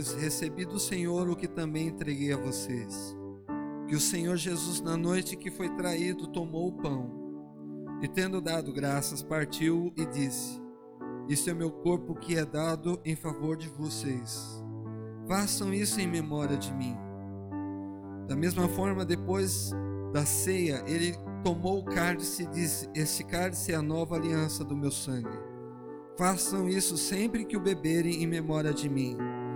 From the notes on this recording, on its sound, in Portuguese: Áudio do culto de Santa Ceia, realizado na Quadrangular Vila Mara